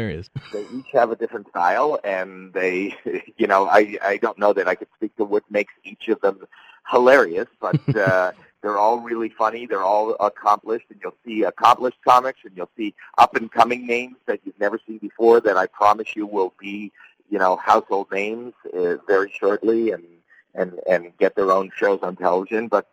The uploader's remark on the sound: when he called